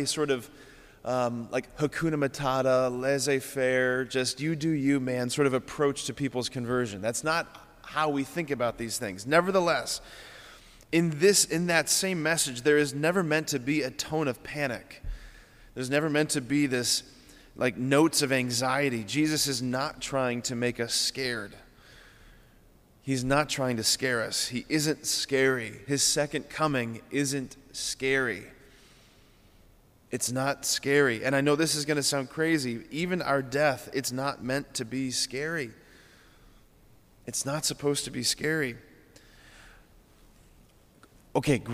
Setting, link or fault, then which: setting, large echoing room